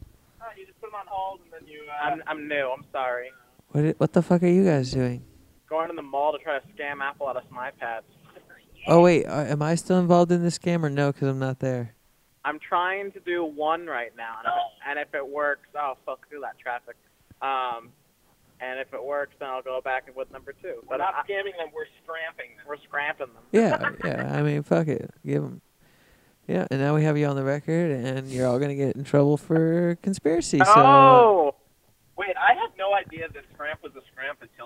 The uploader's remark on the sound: The boys each end up grabbing 2 mics, one with effects and one without to make the phone calls a little more interesting.